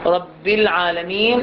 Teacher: ثانيا تنبيهات على همزة الوصل، أمثلة مثلا رب العالمين غير المغضوب، الراء تلتصق باللام، رب العالمين الباء المشددة تتصل باللام